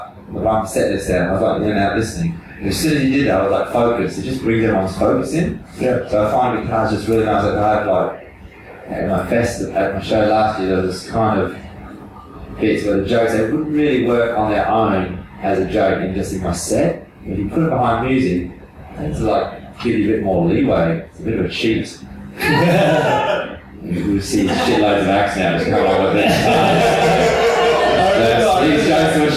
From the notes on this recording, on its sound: It's the second Live special. This episode suffers from audio issues which do not represent the usual quality of the podcast.